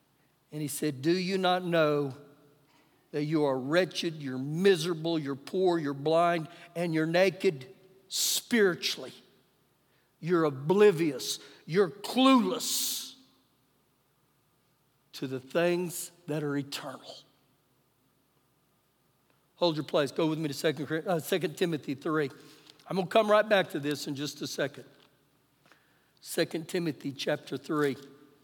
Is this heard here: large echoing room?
yes